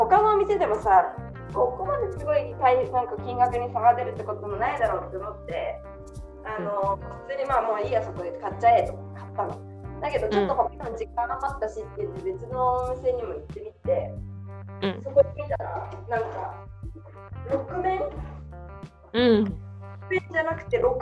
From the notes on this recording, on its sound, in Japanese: おでんを作りながら収録しました。